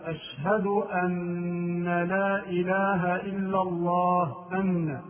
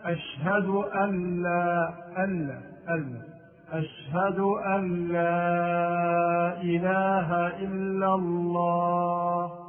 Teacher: والصواب أن يسكن النون ويدغمها في اللام · Shown in: second take